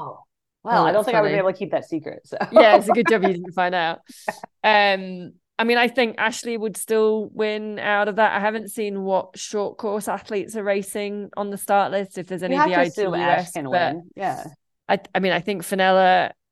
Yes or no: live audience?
no